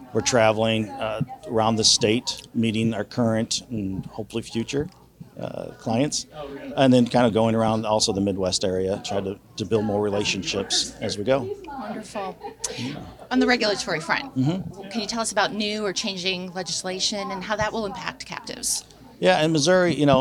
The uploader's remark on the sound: at the annual Vermont Captive Insurance Association conference in Burlington